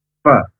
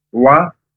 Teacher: huruf fa harus keluar nafas banyak, beda dengan huruf wawu